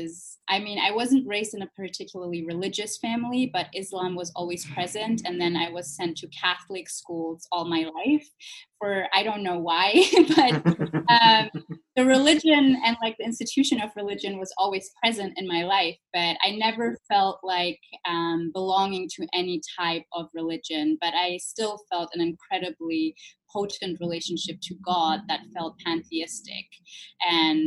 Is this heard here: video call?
yes